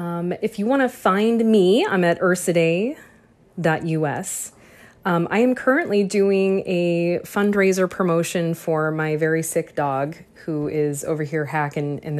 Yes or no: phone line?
no